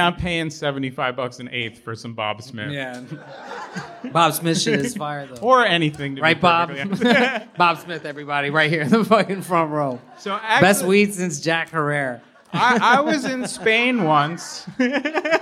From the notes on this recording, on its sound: You will after experiencing this special live episode, recorded at the Green Street building in Los Angeles.